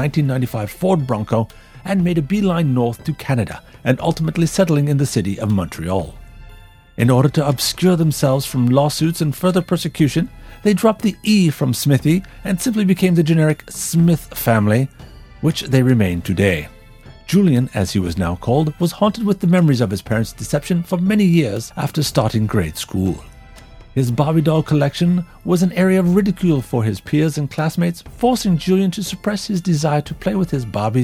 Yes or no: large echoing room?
no